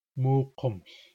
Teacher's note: Notice that the vowel of the suffix has changed from an I to a U.